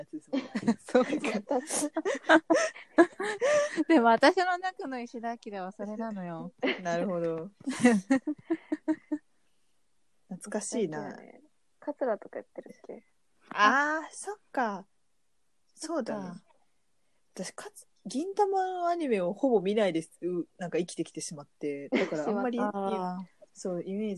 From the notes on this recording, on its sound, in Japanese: リモート収録のせいか、3人が一気に喋ってグチャグチャ〜っとなっており、かなり聴き取り辛いです。